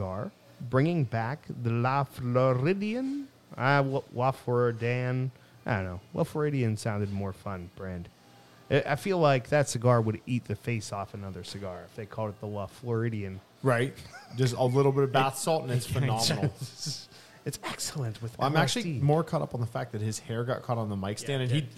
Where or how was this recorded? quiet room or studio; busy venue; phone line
busy venue